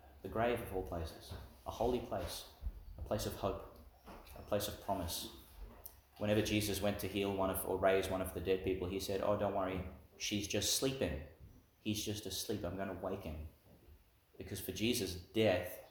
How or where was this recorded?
large echoing room